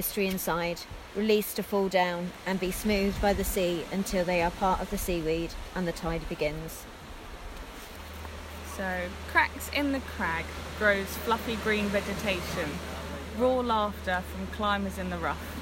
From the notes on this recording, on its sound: Festival visitors were invited to abseil down. A secure rock climbers platform, to experience Portland from a new vantage point. Recorded live on the rock face this recording includes the poems of 18 participants.